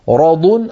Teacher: قلوبهم ما راضٌ، فيها ثلاثة أحرف، ما راضٌ، الميم مرققة، راضٌ، الراء والضاد كلتاهما مفخمتان